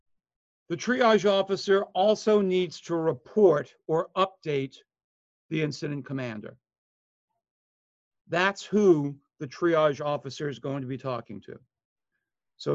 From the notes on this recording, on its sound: Online Session Audio.